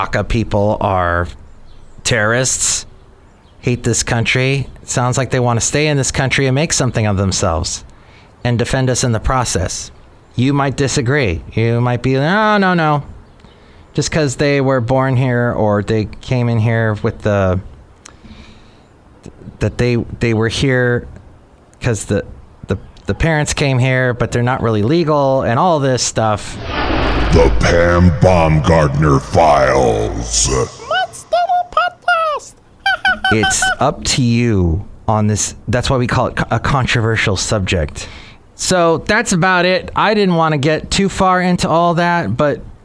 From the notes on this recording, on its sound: podcasts live from Café Anyway